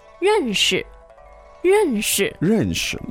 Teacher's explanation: Now, the tones there are Fourth and neutral.